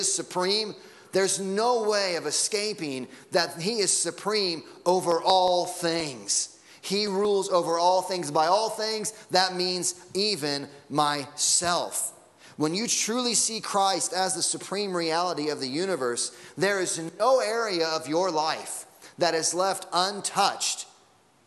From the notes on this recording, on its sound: Sunday Morning Sermon Audio.